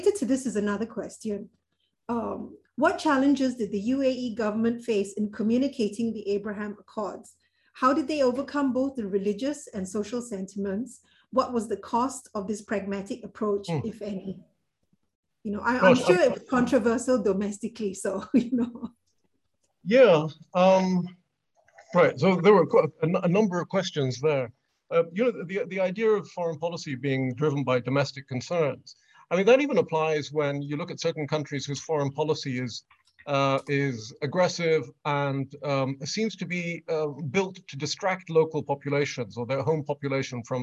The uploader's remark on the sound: This public lecture was conducted online via Zoom